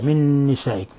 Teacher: قوله تعالى: للذين يؤلون من نسائهم، نون ساكنة مع نون متحركة، أضغمنا النون الساكنة في النون المتحركة فصارتا نونا واحدة مشددة · Term: إضغام متماثلين